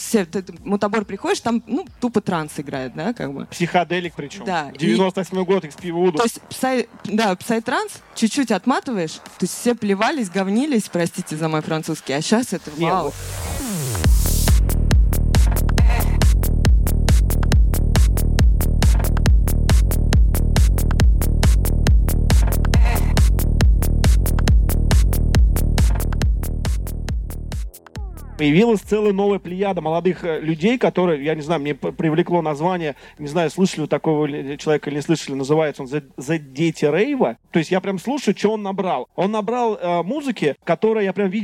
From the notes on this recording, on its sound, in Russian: В основу выпуска легла запись круглого стола в рамках презентации книги